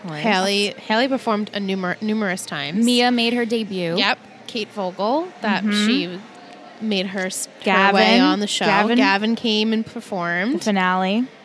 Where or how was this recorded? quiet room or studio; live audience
live audience